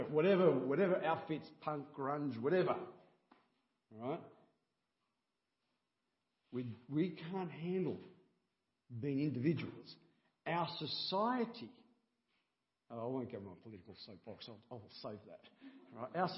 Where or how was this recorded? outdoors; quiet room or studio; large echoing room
large echoing room